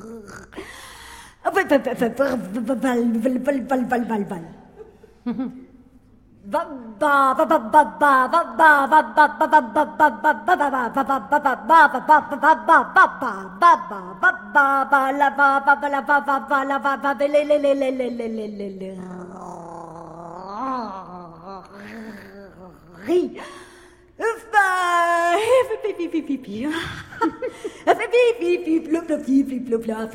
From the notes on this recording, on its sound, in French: Concert enregistré le 08 avril 2019 au Théâtre de l'Alliance française à Paris